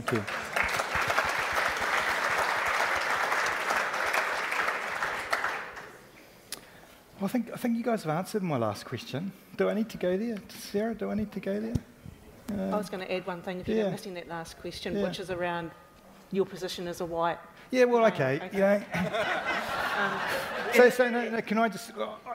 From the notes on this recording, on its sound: Panel at our Baptist National Hui 2019, Kia tupu whakaritorito: Positioning ourselves to thrive.